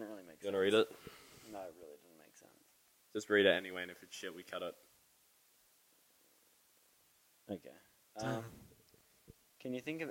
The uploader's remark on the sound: Sorry for the Trashy Audio